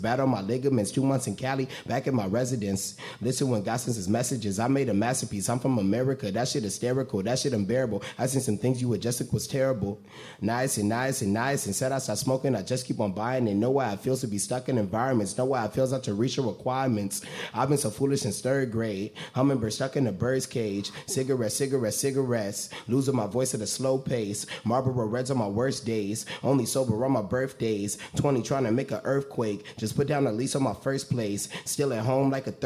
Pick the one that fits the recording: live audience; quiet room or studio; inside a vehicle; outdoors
live audience